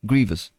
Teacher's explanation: Primary stress is on the first syllable